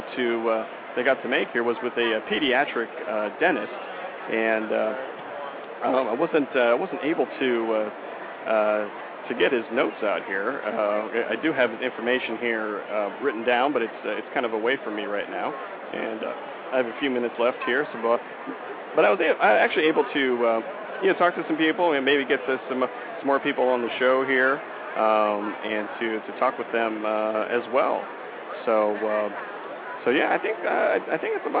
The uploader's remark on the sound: I will be having a live broadcast from the Exhibit Floor right from the BlogTalkRadio booth 329. In Las Vegas.